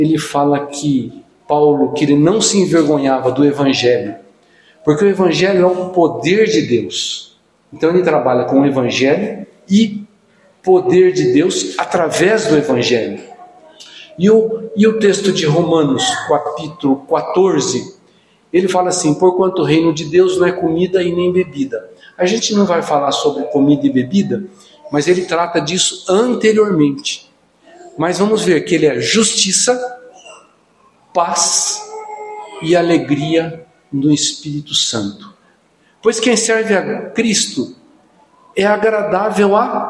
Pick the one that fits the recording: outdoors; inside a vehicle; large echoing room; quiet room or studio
large echoing room